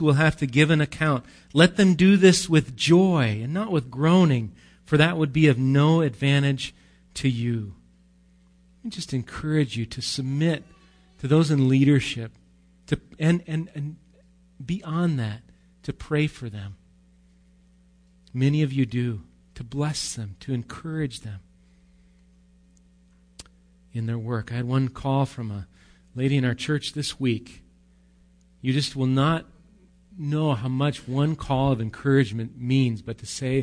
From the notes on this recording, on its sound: Recorded live at Bethany Bible Church.